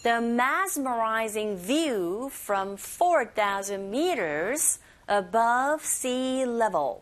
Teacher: The, from, 요것만 제외하고 다 강세가 있어요. 특히 mess라기보단 z로 발음해 주셔야 돼요.